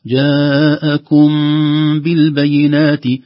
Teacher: هنا الحرف الأول مخفى، جاءكم بالبينات، الميم الساكنة أخفيت لأن بعدها باء متحركة، يسمى هذا إخفاء شفوي، لأن الباء الميم من الشفة والباء من الشفة.